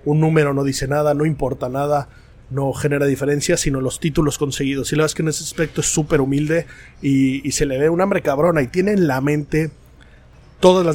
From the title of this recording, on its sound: Live From The Open 151